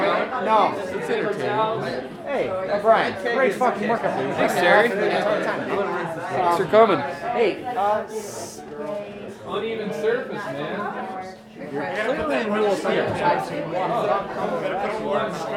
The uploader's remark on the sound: Recorded in front of a "studio" audience at Mutiny Information Cafe in Denver! Recorded in front of a "studio" audience at Mutiny Information Cafe in Denver! This live event features a solo set.